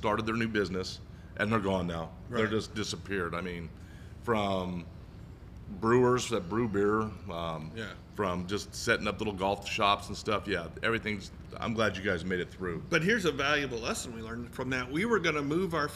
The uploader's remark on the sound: Live from Robo Golf Pro in Las Vegas